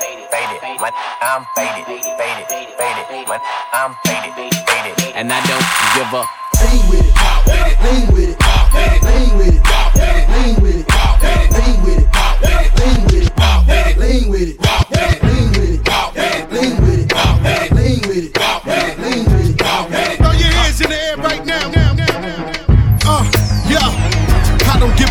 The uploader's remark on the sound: live from fayrooz 2019